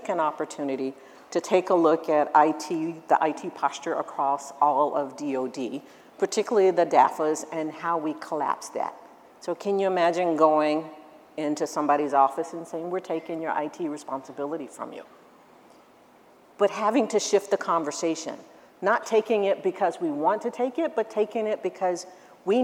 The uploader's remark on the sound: A special edition of The Daily Scoop Podcast from the ACT-IAC Executive Leadership Conference in Hershey, PA.